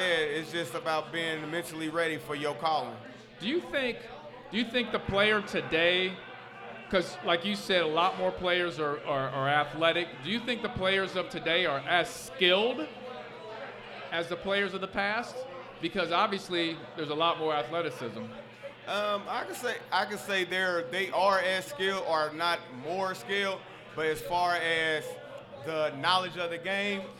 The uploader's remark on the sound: LIVE at Mio's in Clifton!